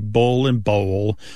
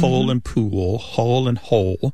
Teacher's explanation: And that L at the end of the syllable is known as a dark L. So the physical act of pronouncing that dark L kind of requires the back of the tongue to raise toward your soft palate.